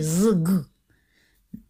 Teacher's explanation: И слово раньше писалось не «зхухит» через «хав», а «згугит». Но два звонких согласных без гласной между ними – «зг».